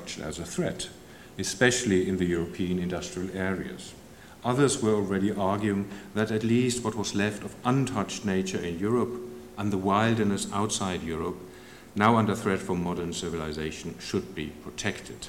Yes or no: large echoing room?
yes